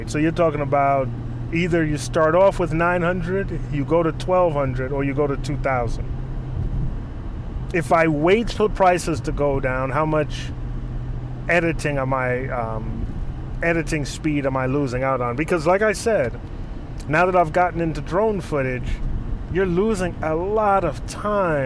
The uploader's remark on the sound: while driving, of course